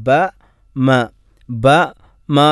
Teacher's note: എന്നാൽ ബ മ ബ മ എന്ന് രണ്ട് അക്ഷരങ്ങൾ പറയുമ്പോൾ ചേർത്ത് വെച്ചുകൊണ്ട് രണ്ട് ചുണ്ടുകളെയും ചേർത്തിക്കൊണ്ടാണ് ബ മീം എന്നീ അക്ഷരങ്ങൾ ഉച്ചരിക്കേണ്ടത്